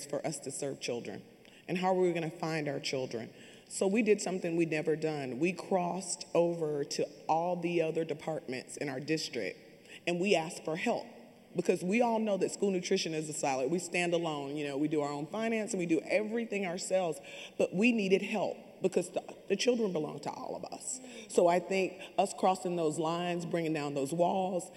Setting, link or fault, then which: setting, live audience